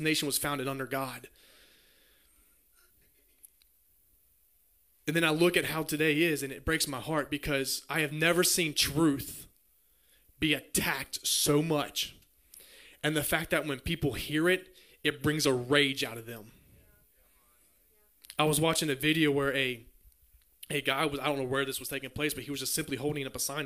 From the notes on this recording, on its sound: Message preached at Near Church in Bowing Green Kentucky.